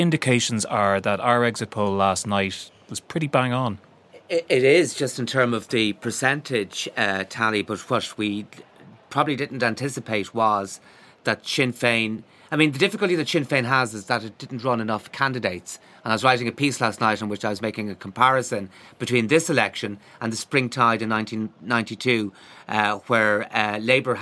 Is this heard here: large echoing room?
no